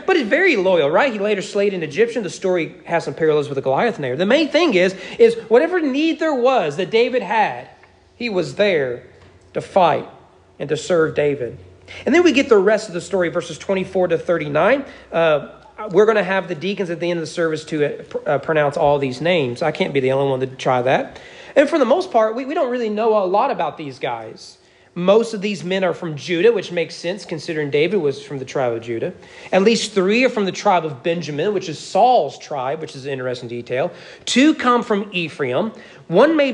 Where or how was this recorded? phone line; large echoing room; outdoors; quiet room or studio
large echoing room